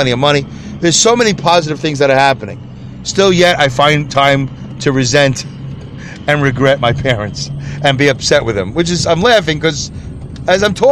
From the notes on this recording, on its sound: Listen as I record my show from my car as I drive to and from work.